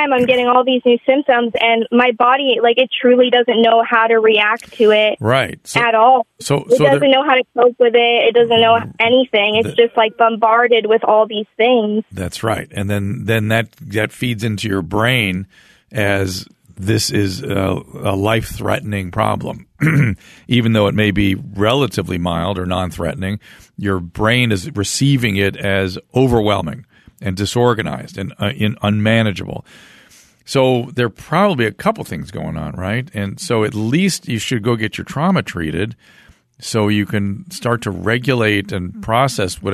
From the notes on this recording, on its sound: opens up the phone lines and chats with callers